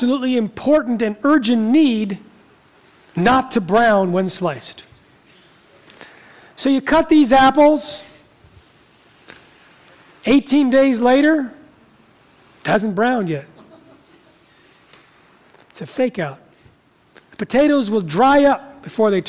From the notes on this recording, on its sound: talks in front of a live audience